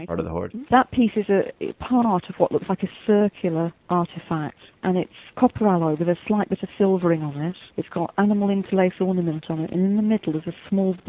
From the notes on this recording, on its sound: chat with us via telephone